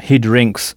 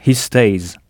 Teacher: le S final peut se prononcer S, comme ici dans he drinks ou Z, comme dans he stays